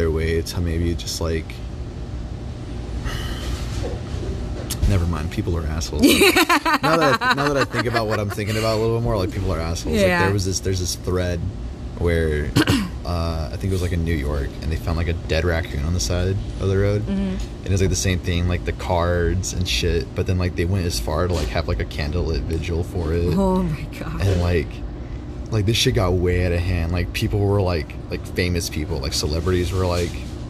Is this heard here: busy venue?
yes